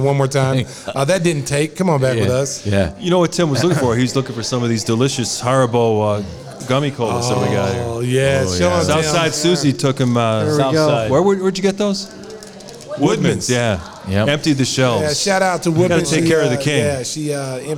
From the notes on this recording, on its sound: Live From Salutos in Gurnee.